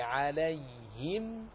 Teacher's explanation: فننطق باللام مفتوحة خالصة الفتح مع إسكان الياء عليهم وإخلاص كسرة الهاء